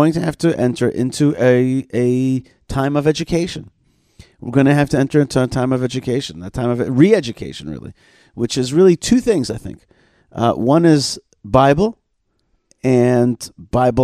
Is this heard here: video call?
no